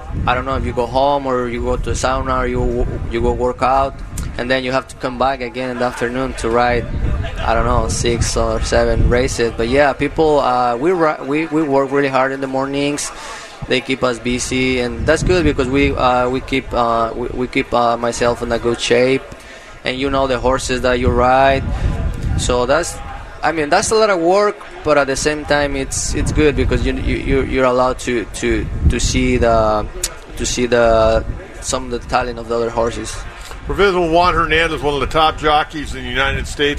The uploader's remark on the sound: Live from Del Mar Opening Day